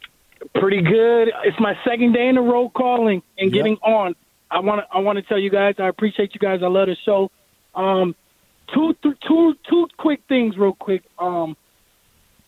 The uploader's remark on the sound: Opens up the phone lines for some therapy session.